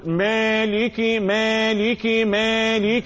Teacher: مالك الكاف مكسورة والكسرة لا تأتي بياء